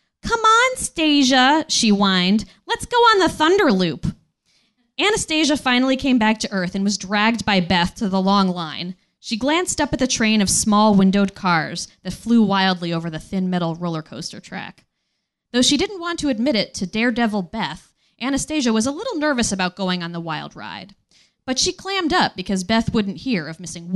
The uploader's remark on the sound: Recorded live at the Nerdmelt Showroom.